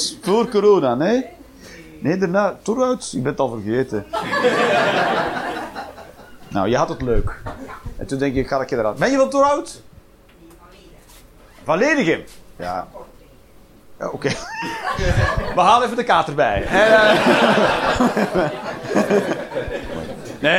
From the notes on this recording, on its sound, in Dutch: Live 21 Juni 2023, The Joker, Antwerpen.